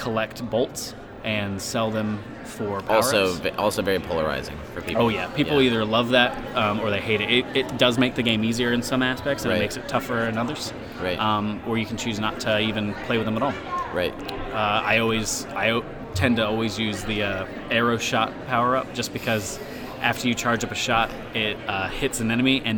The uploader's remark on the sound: records an episode live at MAGFest 2018's MegaMan-athon Charity event